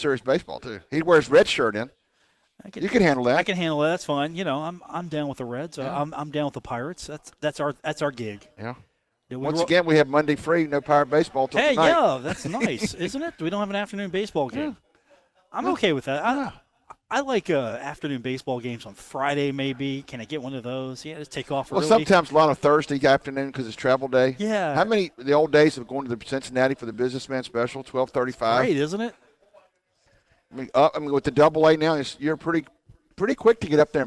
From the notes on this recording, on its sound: broadcast live from The Union Pub and Grill